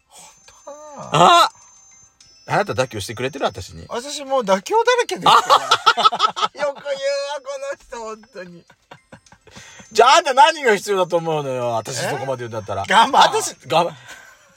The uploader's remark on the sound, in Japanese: パーキング収録